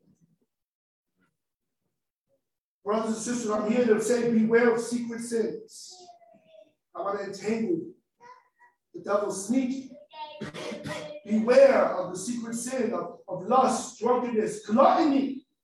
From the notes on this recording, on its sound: the facebook live recording so the sound may be a lil eh